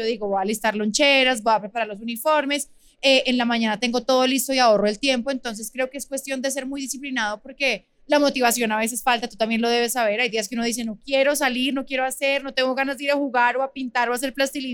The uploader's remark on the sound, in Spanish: Grabado en vivo desde el centro comercial Plaza de Las Américas.